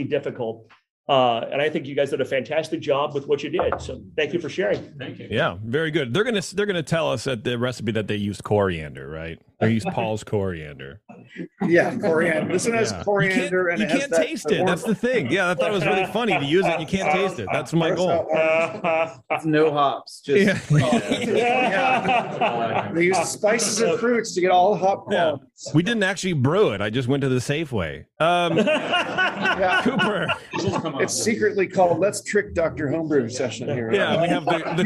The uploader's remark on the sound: LIVE at Club D.O.Z.E.